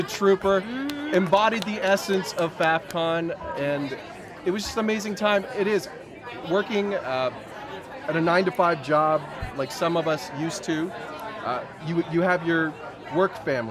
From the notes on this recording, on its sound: Live from Faffcon 7. From high atop a roof in a Tucson, Arizona resort! Recorded at the closing “Faffter party” at Faffcon 7, The VoiceOver Unconference.